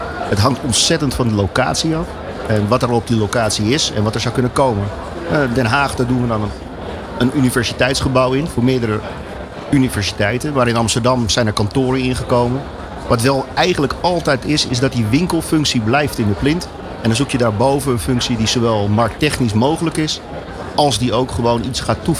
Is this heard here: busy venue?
yes